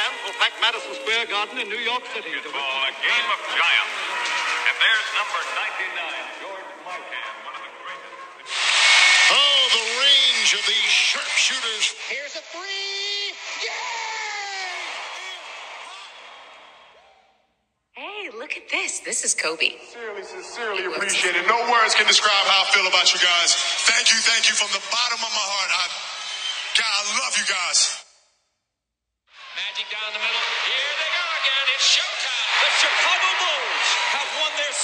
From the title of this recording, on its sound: Live from: The Court of Dreams